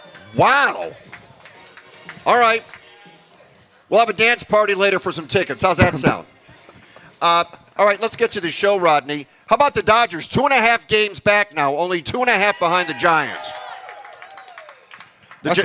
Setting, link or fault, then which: setting, outdoors